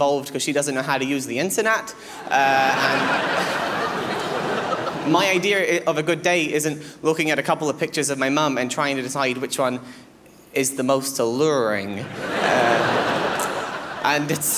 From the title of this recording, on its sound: 2009 Melbourne International Comedy Festival Gala